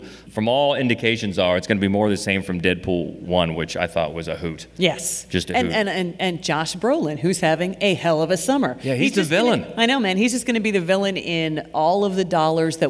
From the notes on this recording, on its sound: Recorded live at the Columbus Podcast Festival.